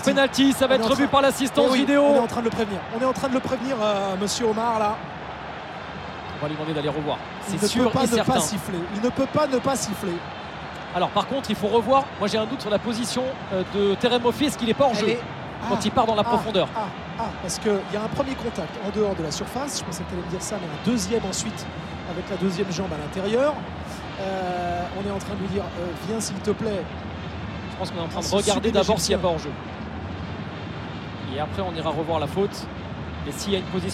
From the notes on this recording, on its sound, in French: Point ambiance en direct d'Abidjan.